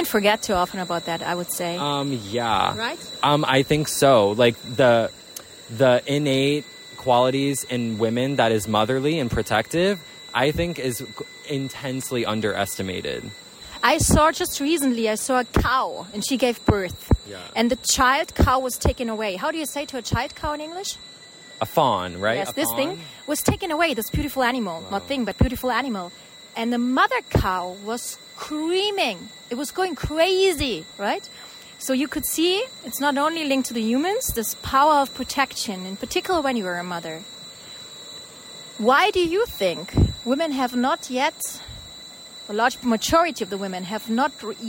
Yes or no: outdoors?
yes